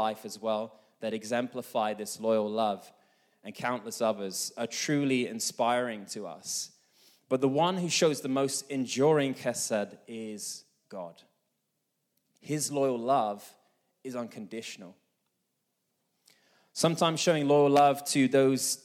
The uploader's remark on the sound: This message was recorded live at our Malmö Gathering on Sunday, May 21st, 2023.